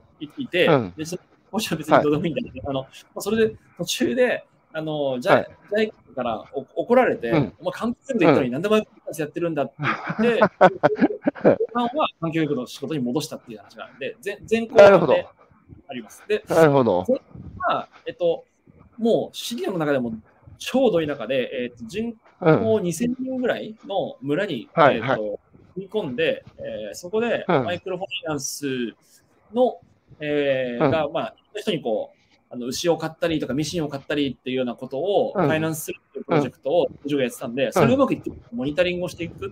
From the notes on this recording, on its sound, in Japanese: 歩きながら1時間、対談する。